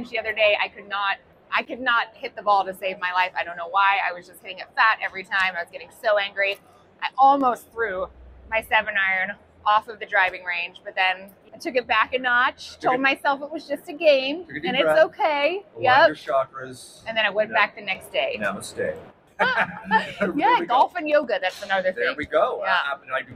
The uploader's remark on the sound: LIVE From The 2023 PGA Show! Found some time to squeeze in a couple of ModGolf Podcast recording sessions.